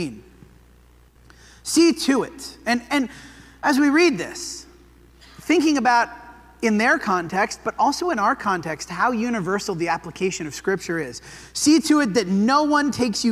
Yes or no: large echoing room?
yes